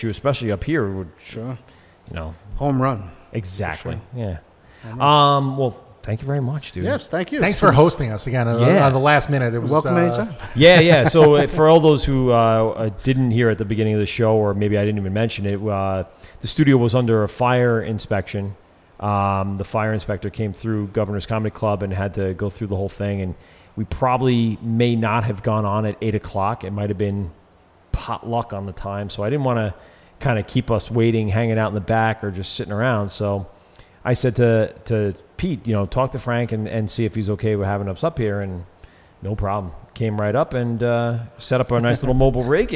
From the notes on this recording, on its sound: LIVE at Noble Savage Brewing Co.